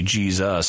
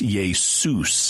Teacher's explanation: In English, when we have an S between two vowels, so it's an intervocalic S, right, we tend to pronounce it as Z · Shown in: first take · which is why we say Jesus in English.